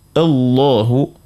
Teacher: مسبوق حرف اللام بفتحة أو ضمة، فنقوله الله، يعني نغلظوا الحرف ذاك، نفخموه زيادة عن اللازم